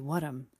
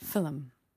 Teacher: And there's a reason why saying those words can be quite difficult for a Scottish person, and that's because of the closeness of the consonants in those words. In Scottish native languages like Gaelic and Scots, we sometimes insert a vowel where there isn't a vowel. So, to make it easier to pronounce.